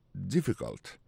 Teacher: On a remarqué que l'accent tombé sur le premier syllabe.